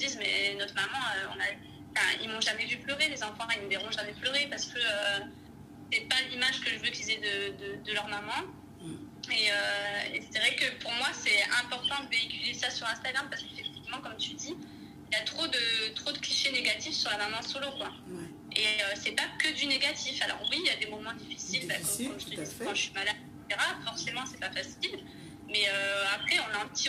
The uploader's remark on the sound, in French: Je vis dans la région parisienne. Qu’importe, notre entretien aura lieu par téléphone.